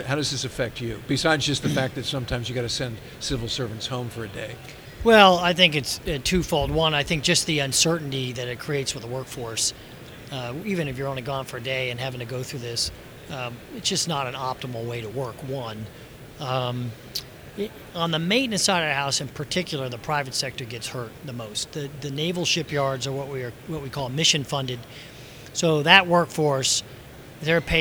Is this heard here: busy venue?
yes